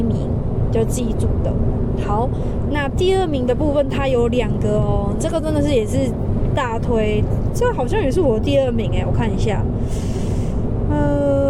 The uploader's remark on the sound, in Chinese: 本集全程於車上錄音，會明顯感受好像在高速公路上喔